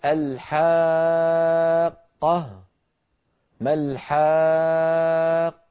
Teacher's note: هذه قاف مشددة، قاف مشددة يعني قافين